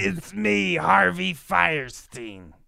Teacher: you just do, like, vocal fry, and then you add a lisp to it, and it sounds like him.